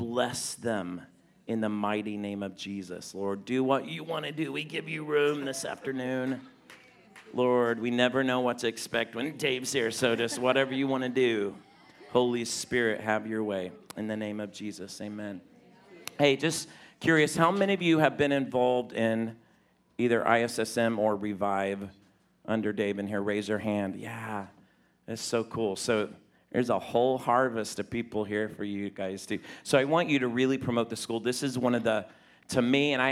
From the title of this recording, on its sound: 2019 Presence Conference Session 3